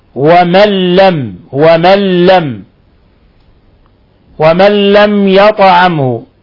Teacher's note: نون ساكنة جاء بعدها اللام، حكم التجويد إضغام بغير غنة لأن اللام أحد حرفي الإضغام بغير غنة.